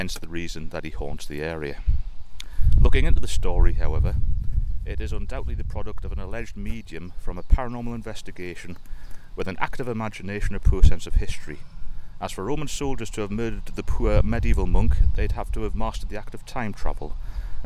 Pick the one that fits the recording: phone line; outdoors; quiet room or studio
outdoors